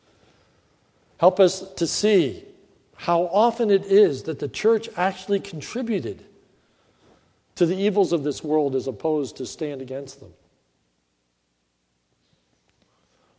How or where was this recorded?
large echoing room